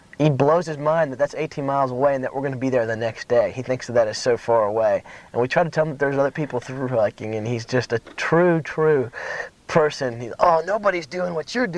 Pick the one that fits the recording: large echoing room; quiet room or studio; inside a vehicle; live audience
inside a vehicle